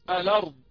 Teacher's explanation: يسقط الهمزة وينقل حركة الهمزة اللي هي الفتح إلى اللام الساكن الذي قبلها